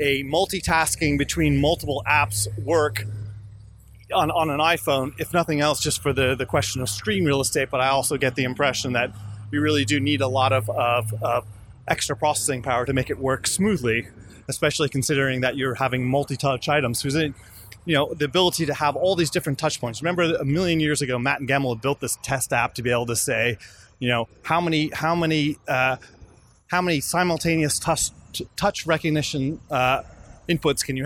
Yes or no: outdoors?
yes